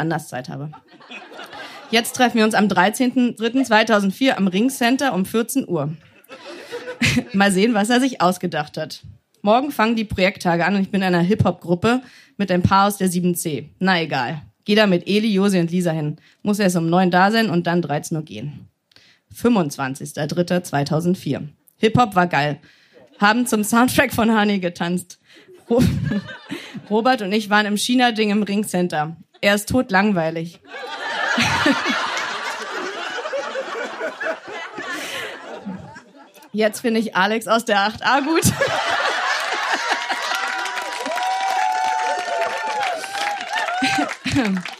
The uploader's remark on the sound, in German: Im Kulturhaus Insel der Jugend, Berlin. Heißen Dank an das Kulturhaus Insel, unser tolles Publikum.